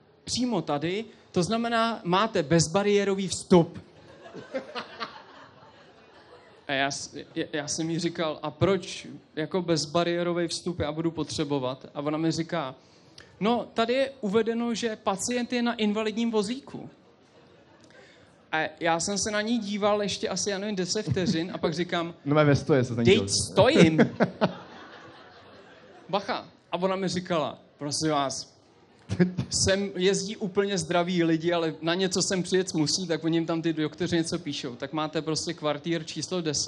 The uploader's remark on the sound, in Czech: 16 - Na dotek (ŽIVĚ). Proběhl náš první podcast před publikem, které zaplnilo holešovický Vnitroblock tak, že se někteří nevešli. A omlouváme se i za horší kvalitu zvuku.